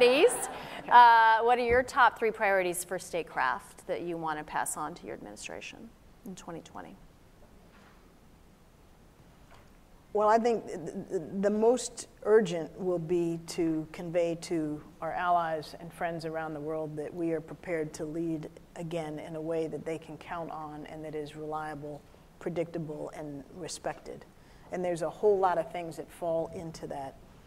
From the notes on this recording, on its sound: a keynote discussion at the Future Strategy Forum conference on April 2, 2019